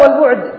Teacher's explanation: فإن الباء من الشفتين والعين من الحلق